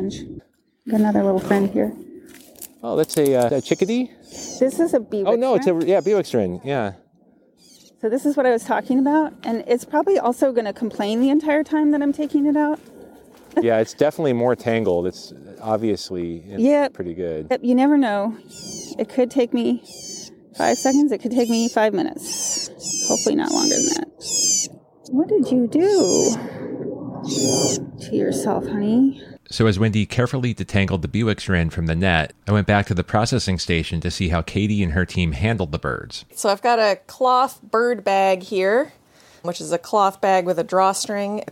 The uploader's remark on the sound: It’s part field recordings and part traditional Nature’s Archive interview. A challenging season of weather disruptions, and having to re-record parts of it.